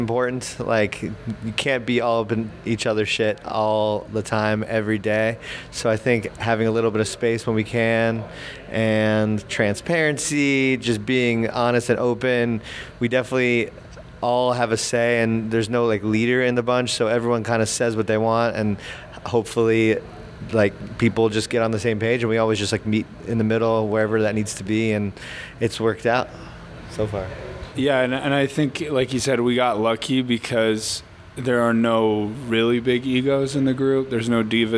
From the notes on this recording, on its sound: Backstage at Thalia Hall in October